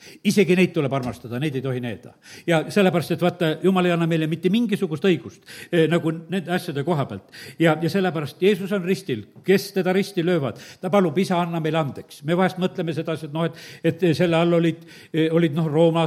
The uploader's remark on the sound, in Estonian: Audio salvestus koosolekult